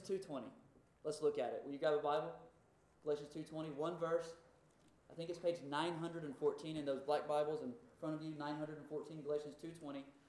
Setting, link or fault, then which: fault, uneven or low level